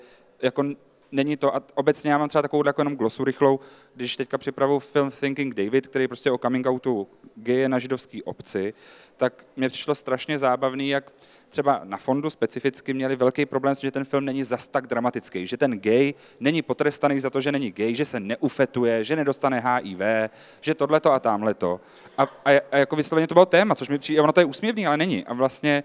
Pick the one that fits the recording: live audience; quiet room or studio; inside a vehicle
live audience